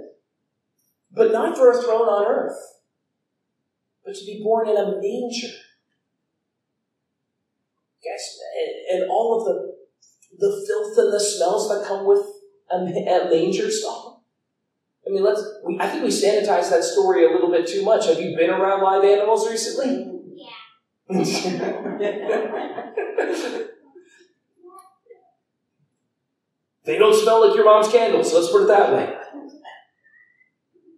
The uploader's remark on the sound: Due to a technical error the audio was recorded through the camera itself and not our soundboard, resulting in a lower quality audio than we prefer to put out.